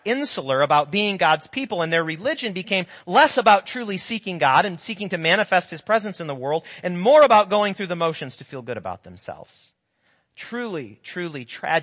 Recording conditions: large echoing room